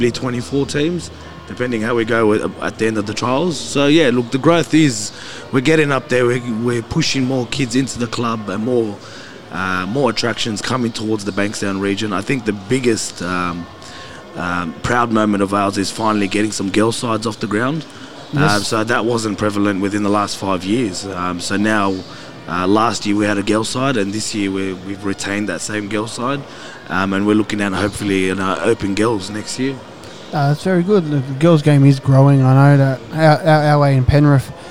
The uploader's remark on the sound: We head out to do a live podcast at Bankstown RSL.